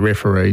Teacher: You'd have that stress on the last syllable.